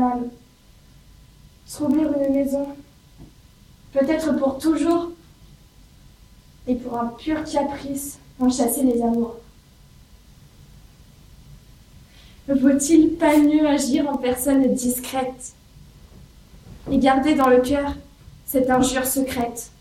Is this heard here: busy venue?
no